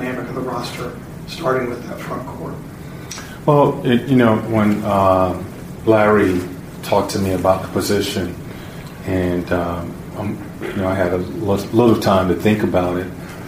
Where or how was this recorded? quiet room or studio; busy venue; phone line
busy venue